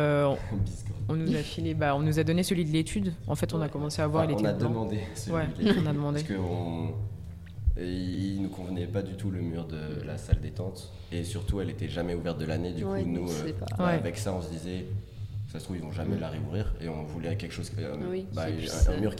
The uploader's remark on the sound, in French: au micro de Radio2B pendant le festival RUR!